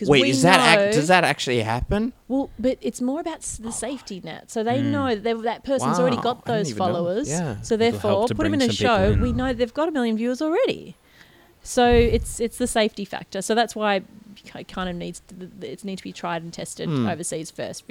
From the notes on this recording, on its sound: Recorded live at the Brunswick Street Bookstore.